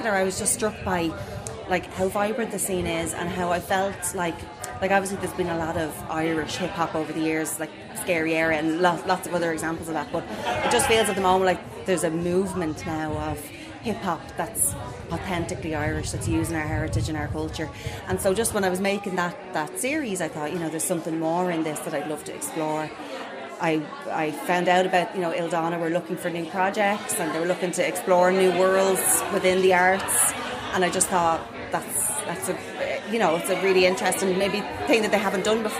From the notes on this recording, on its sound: WFT recorded a special podcast live from the House Hotel in Galway.